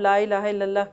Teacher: ला इलाहा इल्लल्लाह के सारे मखारज जो हैं वो ज़ुबान के हैं, होंठ का कोई मखरज ही नहीं उसमें